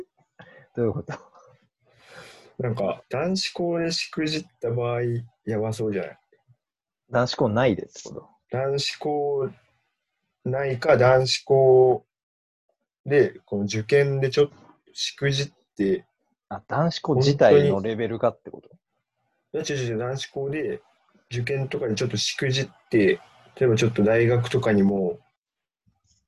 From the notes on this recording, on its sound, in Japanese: リモート録音なので音質はそこまでよくありません。